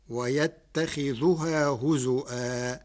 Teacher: ويتخذها هزوا، قرأ ورش كلمة ويتخذها برفع الذال، فتصير ويتخذها عطفا على يشتري. أما كلمة هزوا فقرأها بالهمز مكان الواو، فتصير ويتخذها هزوا في لغة بعض العرب هذا.